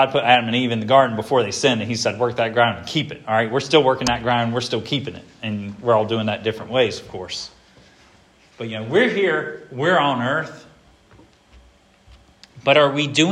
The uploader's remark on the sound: This sermon was preached at Hope Fellowship